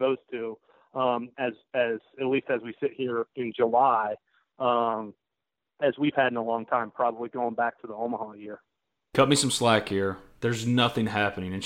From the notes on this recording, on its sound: Joins on the Modern Woodmen phone line (34:09).